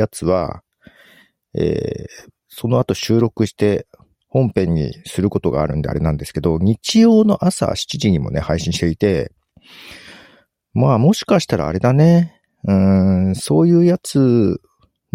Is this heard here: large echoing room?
no